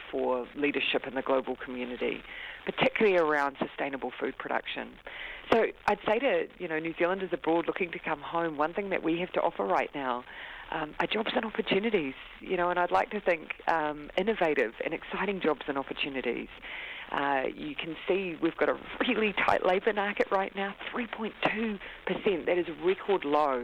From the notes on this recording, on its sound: The Prime Minister phones up for a chat.